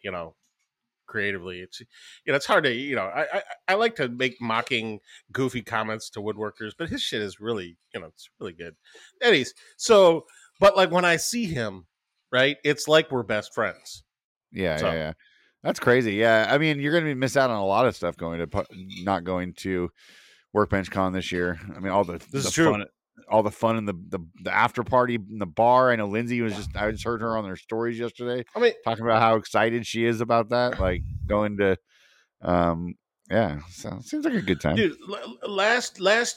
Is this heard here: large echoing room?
no